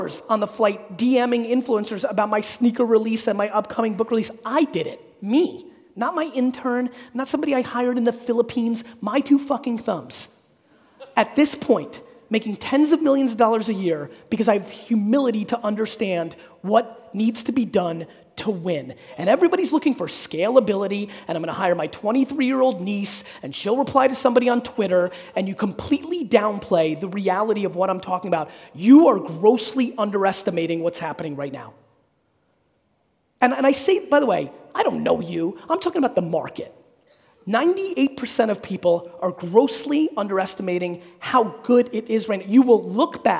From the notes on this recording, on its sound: A Keynote: Business Squared in Brisbane, Australia. There's a number of questions from the audience.